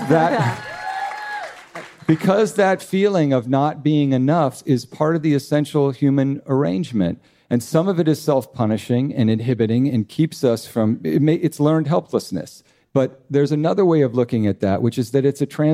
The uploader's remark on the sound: Dear Sugars returns to Portland, Oregon, for another raucous and uplifting live show.